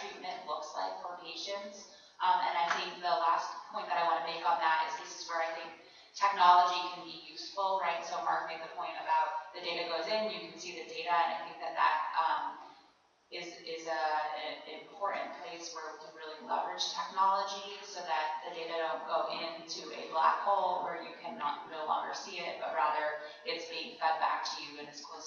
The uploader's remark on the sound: NAATP 2019 National Leadership Conference - GENERAL SESSION 4